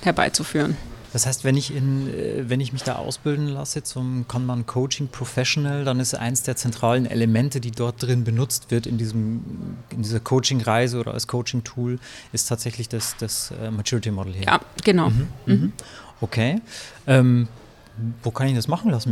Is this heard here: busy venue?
yes